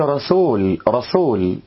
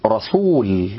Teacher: بضم الشفتين ضما كاملا عشان السين مضمومة · Shown in: second take